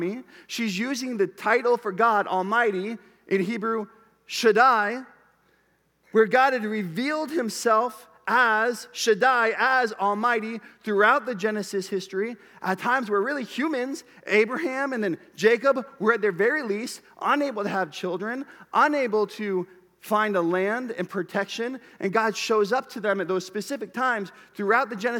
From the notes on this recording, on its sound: Preached at Bethel Church, Cedar Lake Campus.